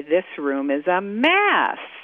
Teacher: So, for example, if I wanted to say this room is a mess and I was angry, I would stress the word mess